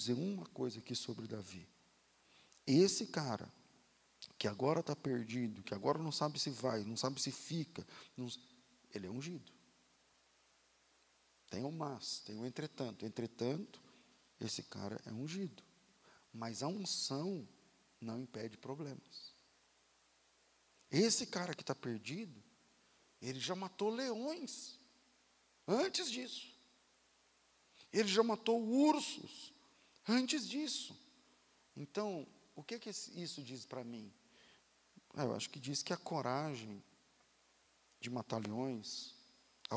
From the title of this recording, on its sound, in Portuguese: Culto ao vivo